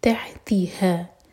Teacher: من تحتها، یہ ہے تح، تو یہاں پر ہا کی آواز آنی چاہیے. تحتها سیکنڈ والا جو ہے یہ ہا، یہ سینے سے نکلے گا. پہلے والا جو ہے یہ حلق سے نکلے گا